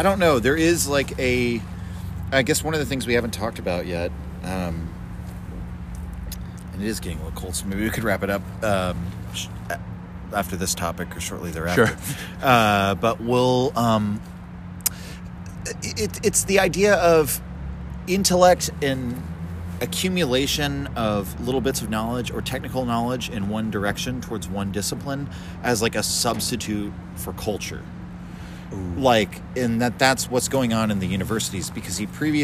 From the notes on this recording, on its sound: Chat at Sagebrush. Made our way around back, even though everything was damp. As the bar had only just opened and there was literally no one else there, owing to the rain & the Thanksgiving holiday, but the traffic was picking up outside as everyone rushed to get home. Eventually, we dried off some chairs and began recording a podcast.